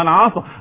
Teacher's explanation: يبقى الصاد حرف فوق الاستعلاء اللي هو الاطباق